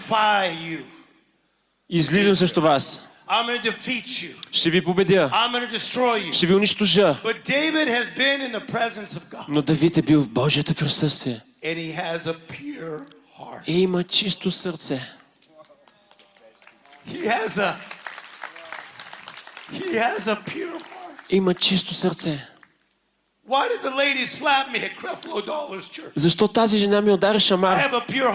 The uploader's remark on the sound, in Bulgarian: Записано на Конференция Пробуждане 2023 - "Отвъд Стените".